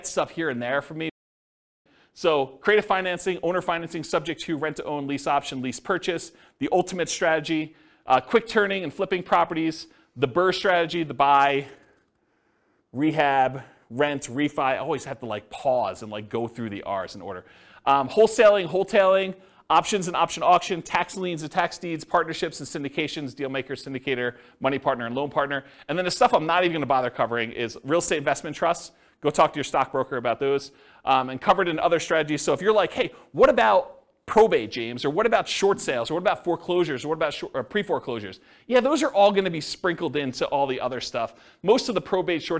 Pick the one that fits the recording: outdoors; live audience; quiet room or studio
live audience